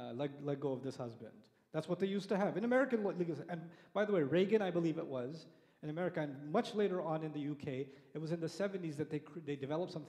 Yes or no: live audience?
yes